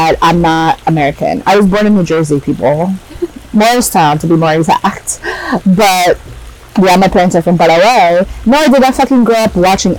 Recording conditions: poor sound quality